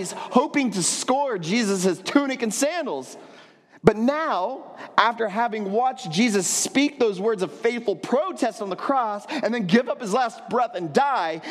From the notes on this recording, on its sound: at Trinity Church, Puerto Rico.